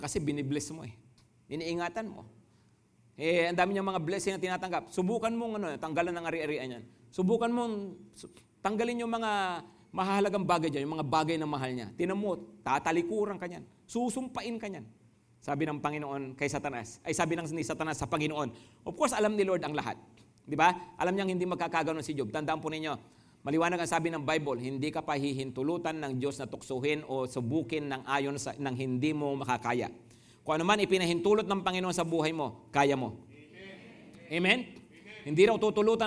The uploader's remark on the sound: Preached last July 23, 2023, at Grace Testament Church's 10am service.